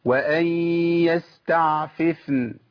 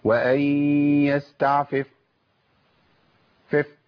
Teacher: هخلي أطراف الثنايا مع باطن الشفة السفلى، وارجع تاني التقل ب طرف اللسان مع ما بعد اصول الثنايا الايه ده يعني هيئه سريعه، يعني لساني اطراف الثنايا هتبقى نازله كده باطن الشفه السفلى، ماشي، وبعد كده اللسان هيقوم جاي طالع على مخرج النون. · Term: الفاء